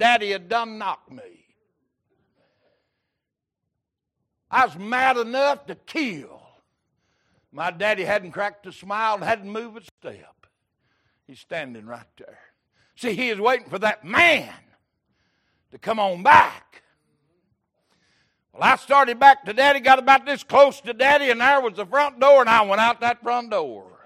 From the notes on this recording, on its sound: Recorded October 16, 2022 - Sunday Morning Servcie